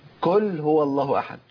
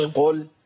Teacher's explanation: ابدال القاف المضمومه بكاف مضمومه · Shown in: first take